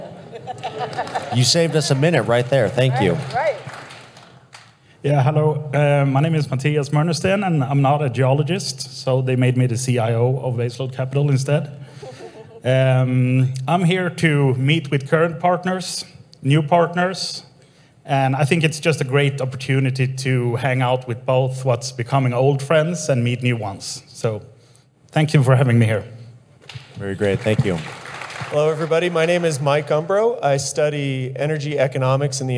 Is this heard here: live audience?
yes